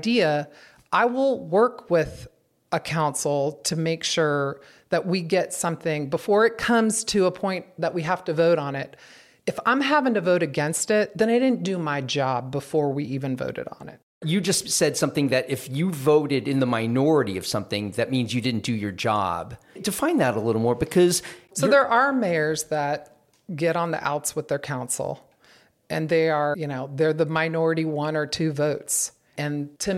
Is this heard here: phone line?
no